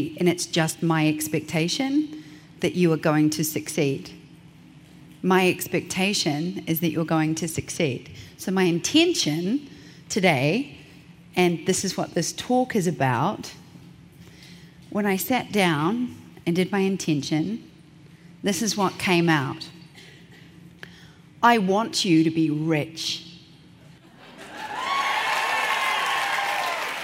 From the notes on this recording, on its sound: keynote at the 2019 Portrait Masters Conference